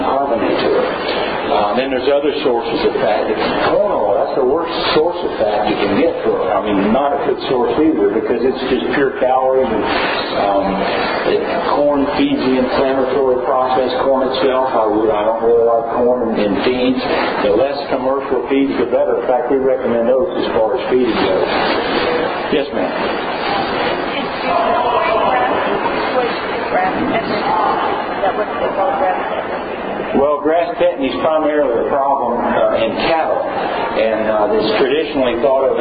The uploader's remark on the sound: recorded at an Equine Affaire event while he spoke to the crowd